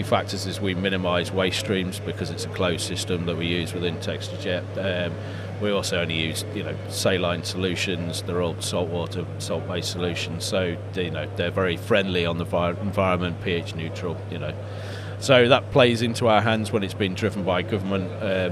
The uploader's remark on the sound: Live from formnext 2022